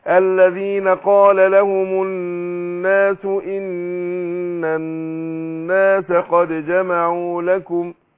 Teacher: النون مشدده في كلمه الناس هتاخد غنى حركتين